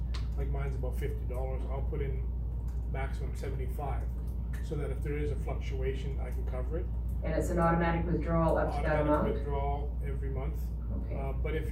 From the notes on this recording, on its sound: Audio recording of the August 12, 2019 Regular Meeting of Peace River's Town Council.